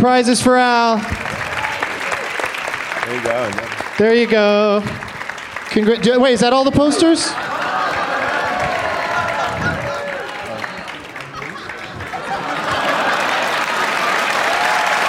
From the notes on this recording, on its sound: Live from Day 2 of Bumbershoot in Seattle